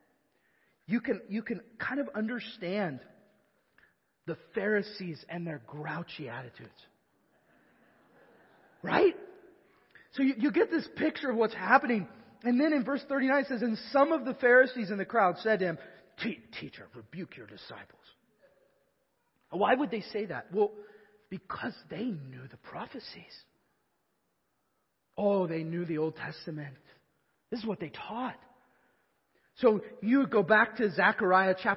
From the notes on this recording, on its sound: Evangelical Free Church of Canton